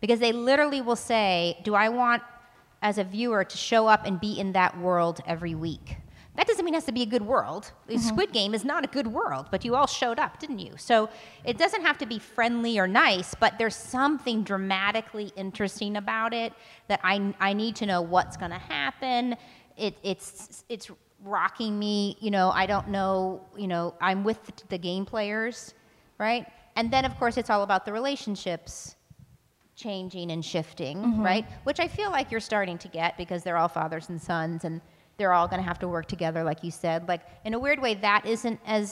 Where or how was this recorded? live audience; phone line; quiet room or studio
live audience